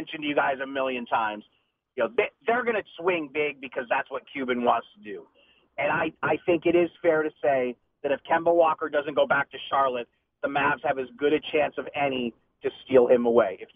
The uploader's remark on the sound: Called in to the Ben and Skin show.